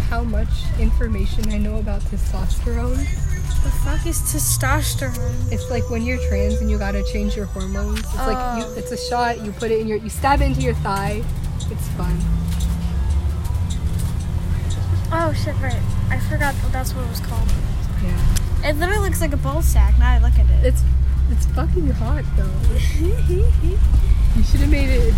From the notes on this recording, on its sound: Recorded on a bus